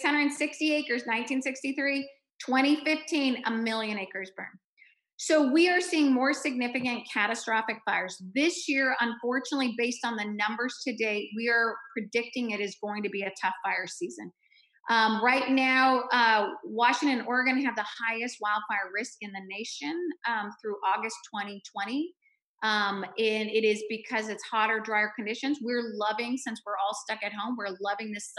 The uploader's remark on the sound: As part of our town hall series in partnership with the Washington Indivisible Network and Indivisible Tacoma, we present our virtual town hall. Our live conversation was recorded on the evening.